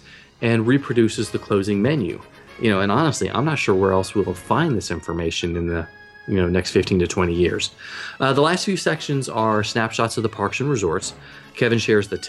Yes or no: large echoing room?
no